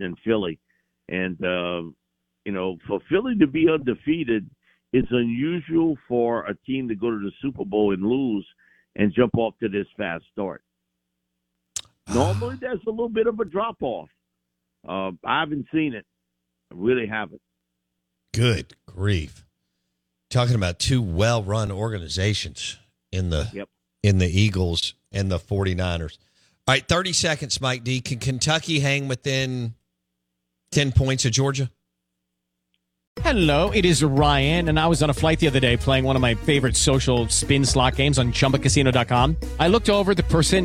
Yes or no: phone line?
yes